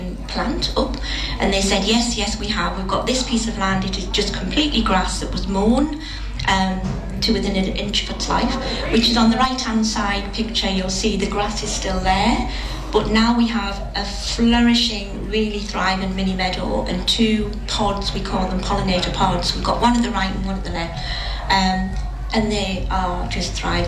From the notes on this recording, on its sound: This is the recording of the Panel Discussion at the Green Fair this year that was held at the Bishop Auckland Methodist Church. It includes speeches made at the Fare.